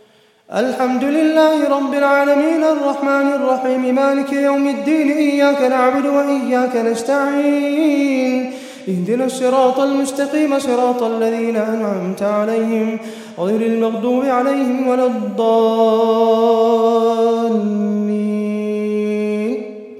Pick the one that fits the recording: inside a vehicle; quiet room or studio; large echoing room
large echoing room